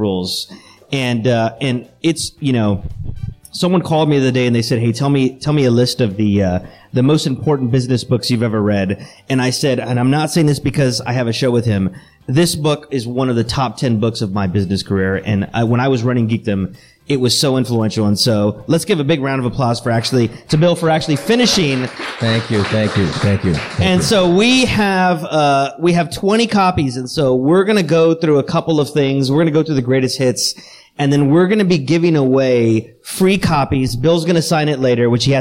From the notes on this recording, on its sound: LIVE from San Antonio Startup Week